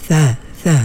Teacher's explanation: Kalau tak sentuh hujung gigi, dia akan jadi huruf sin